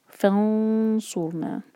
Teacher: انت، یہاں ہے فانصرنا، کیونکہ ہم سعود کے لیے زبان تیار کر رہے ہیں. اور پھر آگے رو ساکن جو ہے یہ ہیوی ہوگا، کیونکہ رو ساکن سے پہلے سعود پر ضمہ ہے. فانصرنا، نا دو حرکہ.